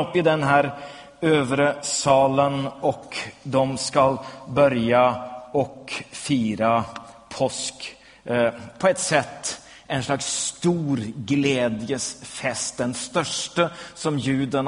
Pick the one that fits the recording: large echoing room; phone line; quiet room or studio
large echoing room